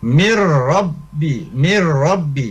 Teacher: jadi langsung ke ro tapi tidak boleh dengung ya. Nah, jadi ro nya tidak boleh dengung, mir tidak boleh ya, jadi langsung mir robbihim misalnya.